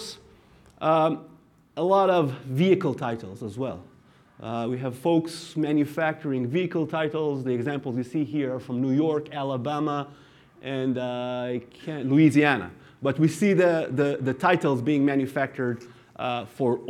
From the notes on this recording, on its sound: recorded at the Point Predictive 2023 Auto Lending Fraud Roundtable